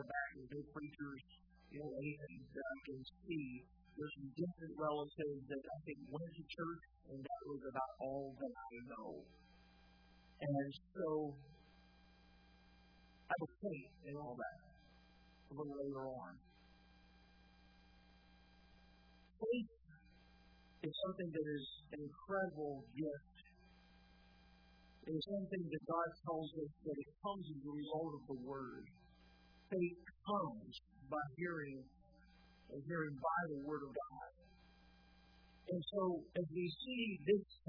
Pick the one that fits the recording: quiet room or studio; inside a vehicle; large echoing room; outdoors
large echoing room